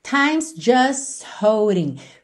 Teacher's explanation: nem passa pelo T de just